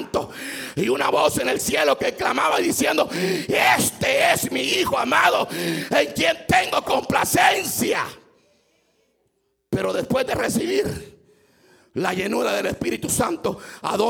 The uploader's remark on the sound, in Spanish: Culto 1215pm. En vivo desde Iglesia Palabra Viva, Mclean, VA.